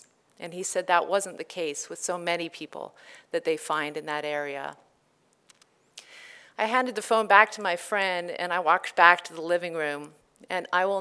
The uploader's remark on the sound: In this live presentation